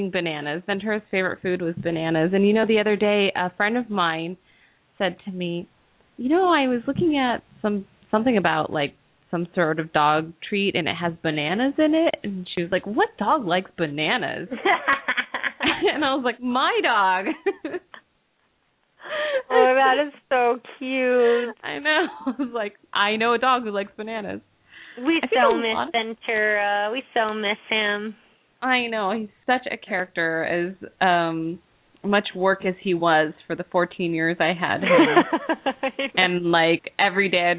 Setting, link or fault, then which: link, phone line